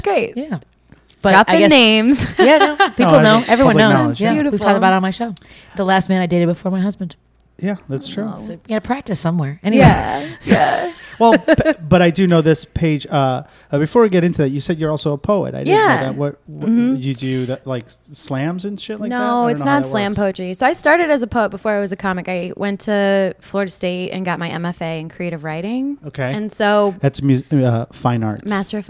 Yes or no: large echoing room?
no